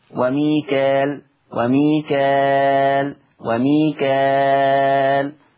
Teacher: لما أقف عليها تبقى مد عارض للسكون. وميكال وميكال وميكال لما أقف، لكن وميكال مد طبيعي حال الوصل.